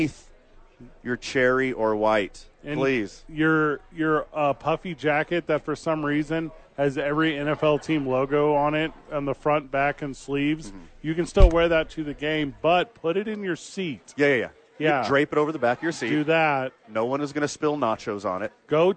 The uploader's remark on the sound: live at Sadies